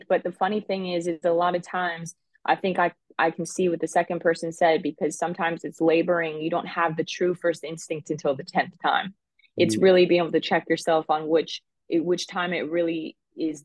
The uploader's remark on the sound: The show, conducted via Zoom, is set to go in person.